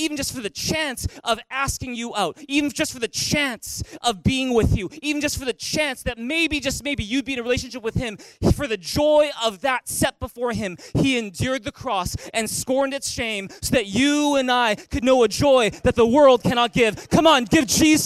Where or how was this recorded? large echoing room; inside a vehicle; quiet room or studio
large echoing room